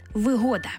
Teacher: це вигода з упевненим наголосом на другий склад